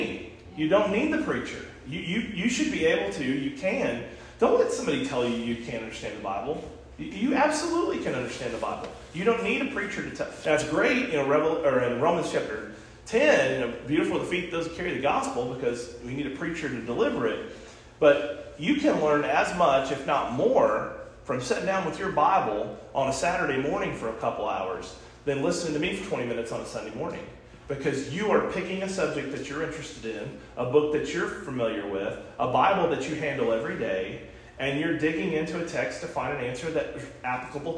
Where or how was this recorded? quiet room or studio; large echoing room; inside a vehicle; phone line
large echoing room